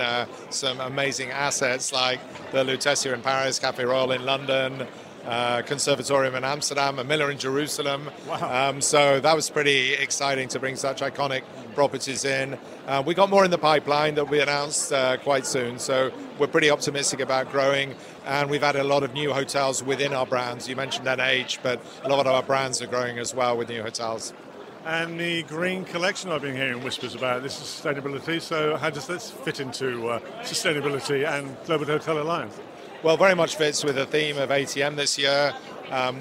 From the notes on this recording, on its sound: Touring the Middle East's largest travel event - the Arabian Travel Market. In this podcast recorded at a very vibrant ATM.